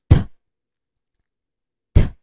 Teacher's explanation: 舌尖紧抵上齿龈形成阻碍，然后突然分开，气流冲出口腔，声带不振动 · Term: 清辅音